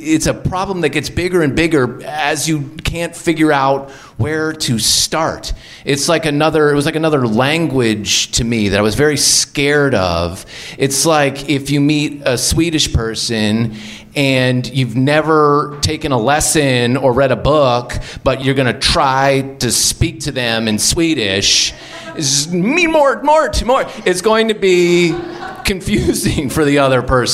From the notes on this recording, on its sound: Live From LA Storytelling Fest. Tell true stories at the live RISK!